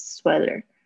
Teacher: 它好像接在 t 跟 d 之间的那个发音的位置